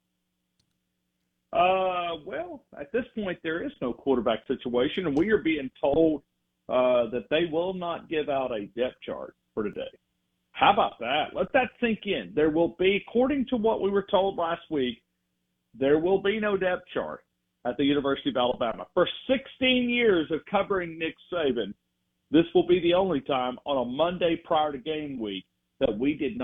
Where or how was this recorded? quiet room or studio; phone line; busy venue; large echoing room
phone line